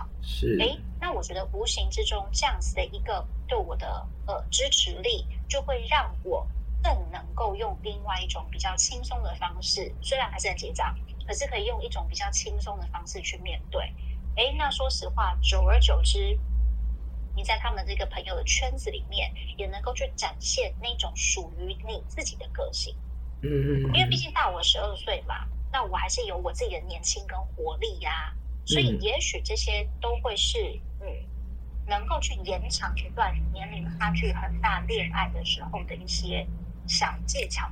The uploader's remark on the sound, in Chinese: LA連線錄音 在家錄音。需要支持才能再進錄音室。音質請見諒。